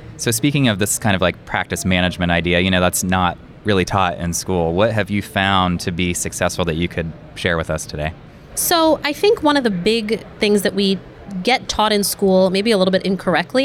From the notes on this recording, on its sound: taped live at the Greater New York Dental Meeting in Manhattan